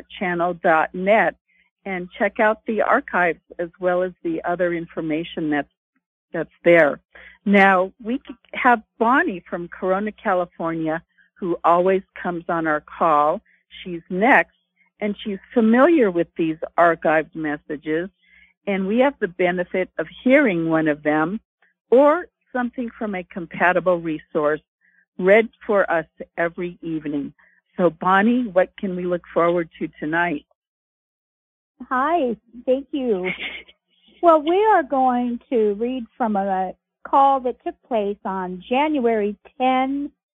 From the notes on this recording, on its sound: Conference Call LIVE